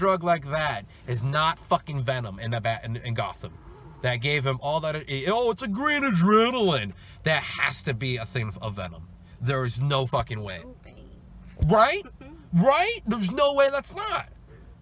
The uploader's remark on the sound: give a very honest review from our car